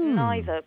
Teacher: it lists British English preference as being 87% for the I vowel. So you'd get neither.